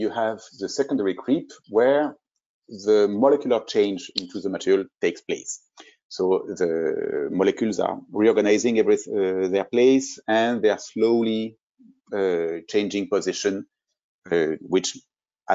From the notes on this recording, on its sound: This is an audio version of the FGI webinar.